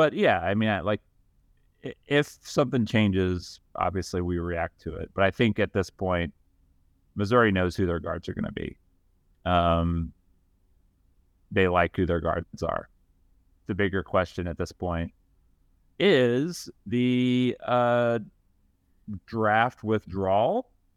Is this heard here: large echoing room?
no